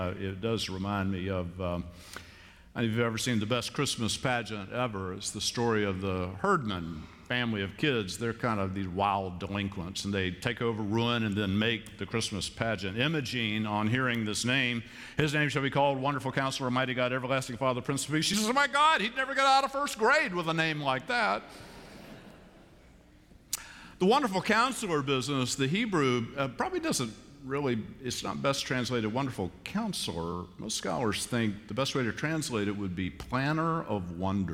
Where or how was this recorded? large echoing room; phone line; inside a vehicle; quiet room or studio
large echoing room